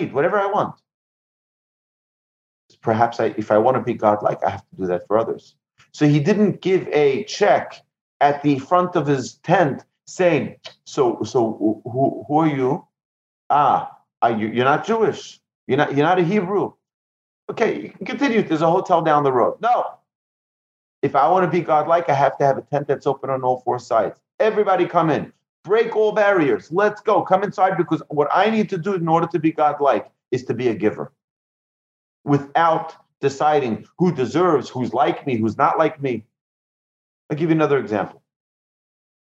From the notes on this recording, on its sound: Recorded presentation to an online audience at Cong. Beth Yeshurun on May 31, 2020, in Houston, Texas.